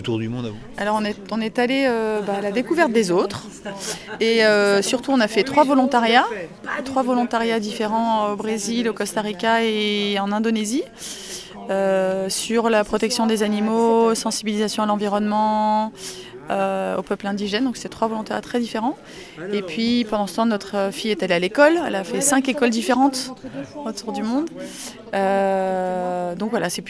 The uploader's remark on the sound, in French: Ayant eu la chance d'être invité au festival organisé par les aventuriers du bout du monde, j'y suis allé avec mon micro.